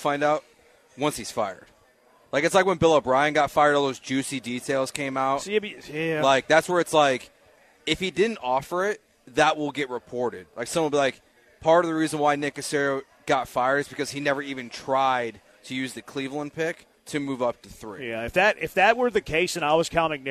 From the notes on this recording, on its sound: LIVE from East River 9 in East Downtown!